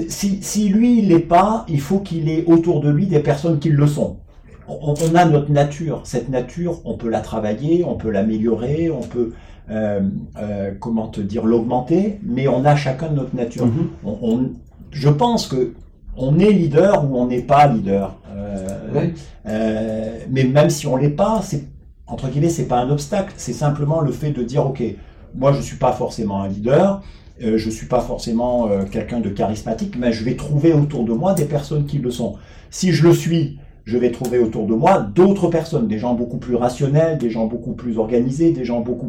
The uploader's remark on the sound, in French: Nous ne sommes pas encore à la hauteur de la qualité du son que nous souhaitons vos offrir en raison de quelques tests que nous menons.